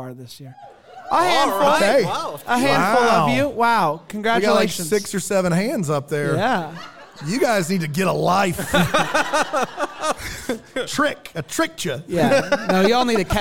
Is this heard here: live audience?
yes